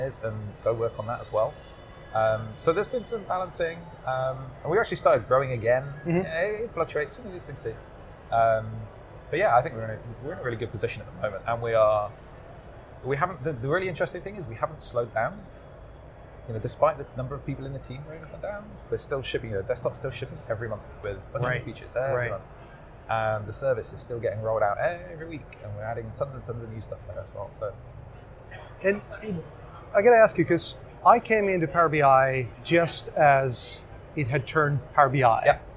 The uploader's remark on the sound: recorded at Microsoft Ignite in Orlando